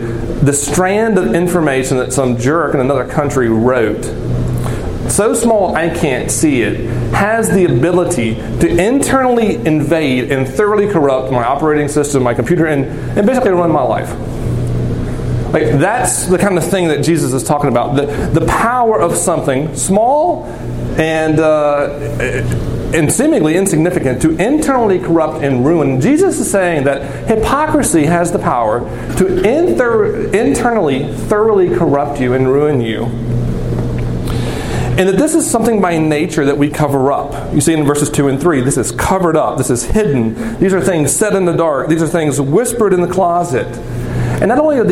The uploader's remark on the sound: This recording is from Geneva College Chapel on Feb.